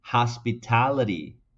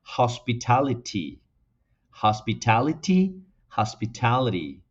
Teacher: los británicos, recuerden que tienen una T más explosiva · Shown in: second take